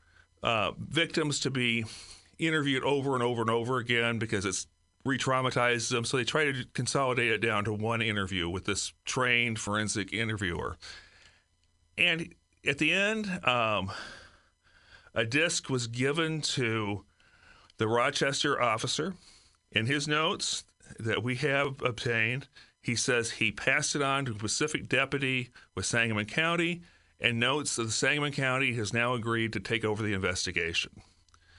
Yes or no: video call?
no